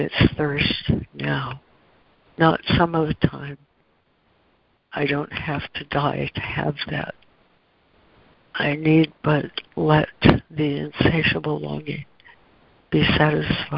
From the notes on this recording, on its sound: ACIM Daily Conference Call.